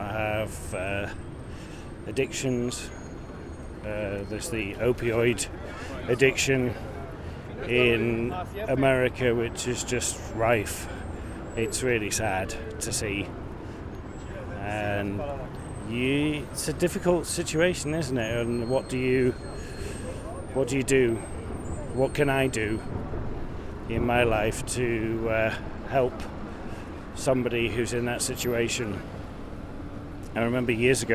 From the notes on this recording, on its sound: Take in the multitude of sounds, sights, feelings, and emotions. As I wander from Casino to Casino, street to street encountering all people from all walks of life.